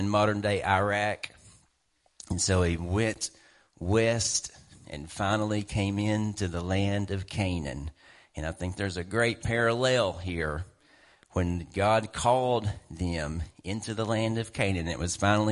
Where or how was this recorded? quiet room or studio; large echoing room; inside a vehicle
large echoing room